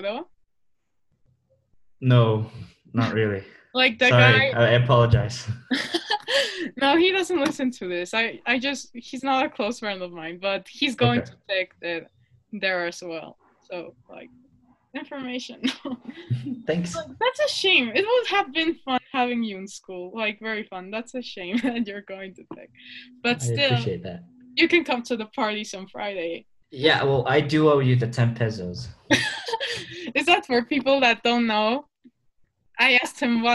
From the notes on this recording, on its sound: Sorry the audio is a bit laggy, we had to do it over zoom because of quarantine.